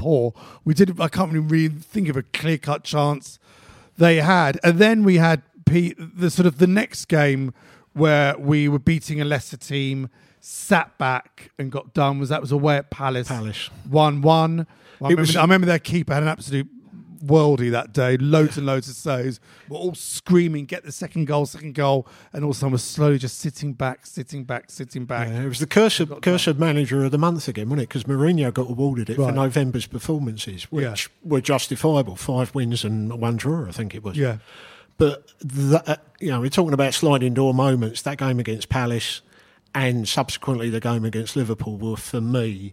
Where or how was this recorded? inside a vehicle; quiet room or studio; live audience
live audience